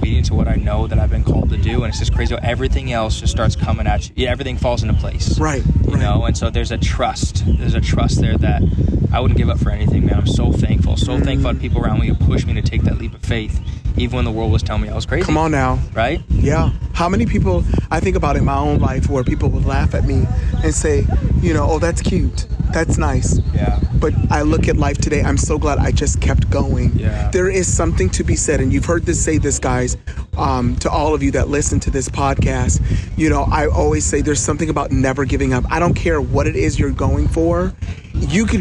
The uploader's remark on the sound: I decided to record a conversation on the beach in Tampa Florida